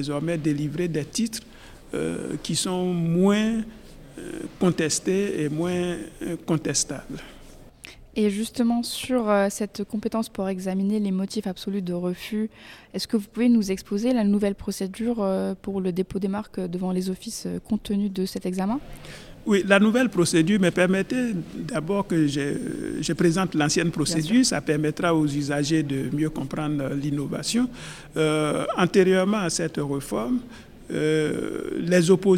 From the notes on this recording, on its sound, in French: Cet épisode a été enregistré en marge de la réunion annuelle de l’INTA à Singapour.